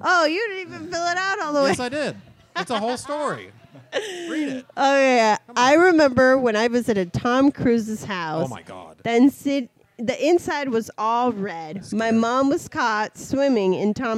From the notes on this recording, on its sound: LIVE EVENT [VIDEO]. Record from The Logan Theatre.